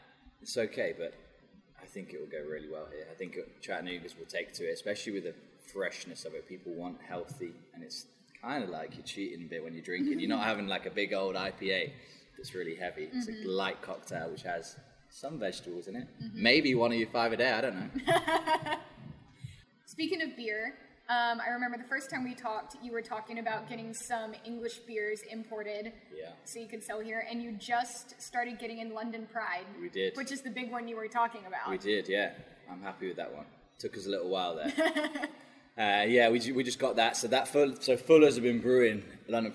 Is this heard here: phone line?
no